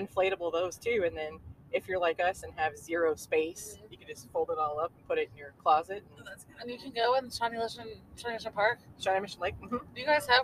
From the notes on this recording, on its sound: as we record on the way to Maple Leaf Festival!